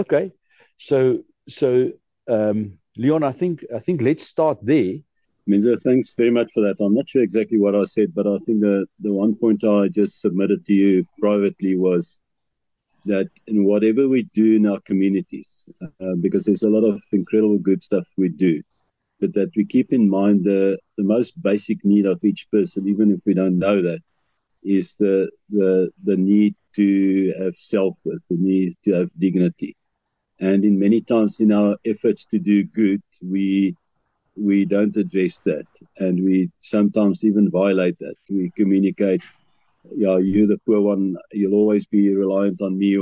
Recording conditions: video call